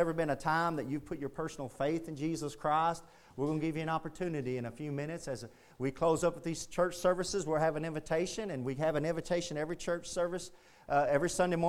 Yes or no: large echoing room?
yes